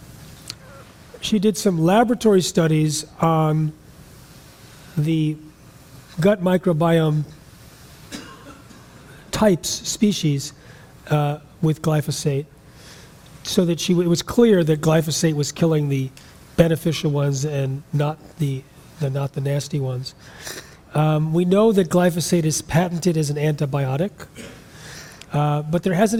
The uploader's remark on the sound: speaks at a Real Truth About Health conference and answers several audience questions